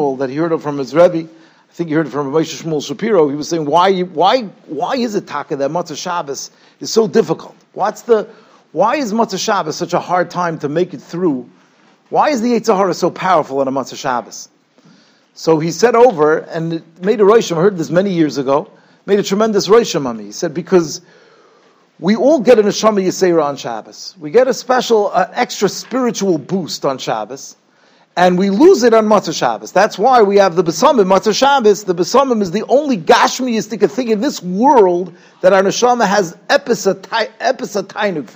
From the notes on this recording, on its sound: Shiur recorded in Yeshivas Ohr Reuven, Monsey, NY.